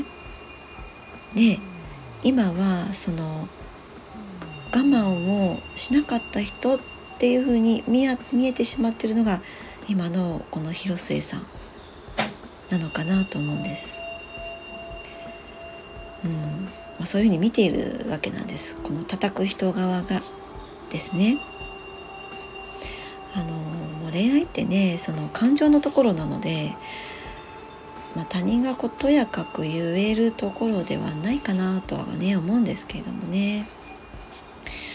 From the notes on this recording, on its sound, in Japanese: 外の音が様々入ってしまっています お聞き苦しい所がありましたらすみません